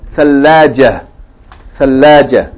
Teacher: You have to put fatha ha. The tarmabuta on the end will not be pronounced as ta, T, if you stop on it. But it will be pronounced as H.